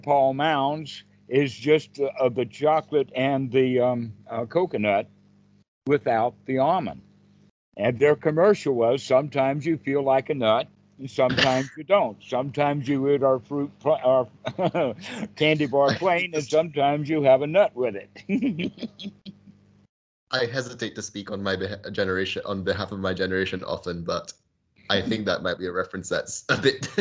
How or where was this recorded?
video call